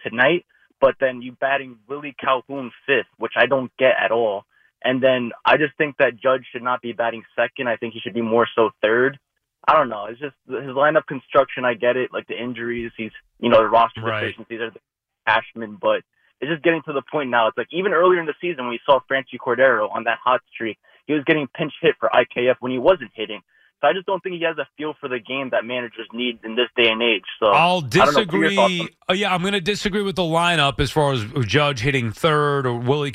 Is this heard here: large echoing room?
no